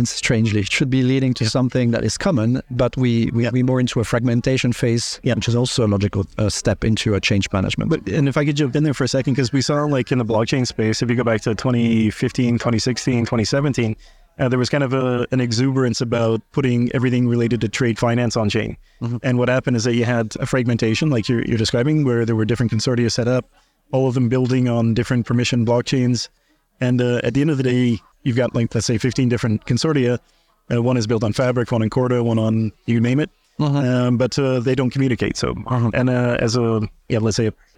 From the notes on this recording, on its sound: recorded at Sibos